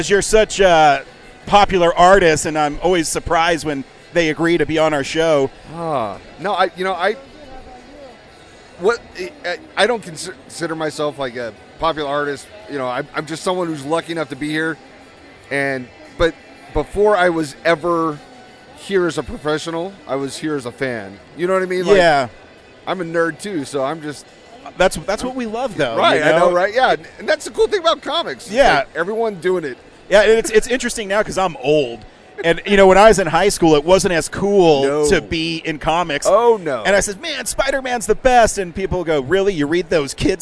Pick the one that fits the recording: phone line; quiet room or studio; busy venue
busy venue